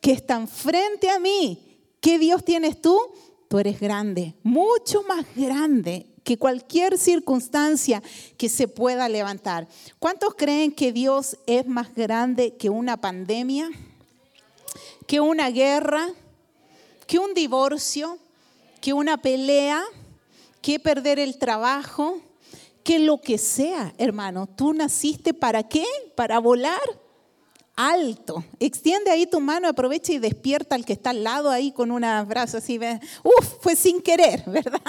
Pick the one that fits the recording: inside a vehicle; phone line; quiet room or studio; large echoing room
large echoing room